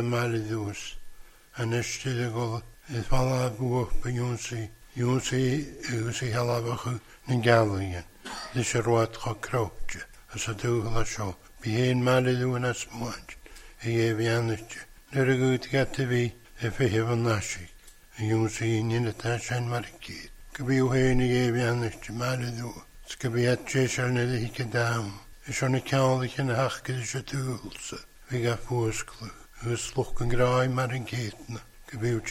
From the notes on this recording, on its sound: Recorded at North Harris Free Church on the evening of Sunday 9th October 2022.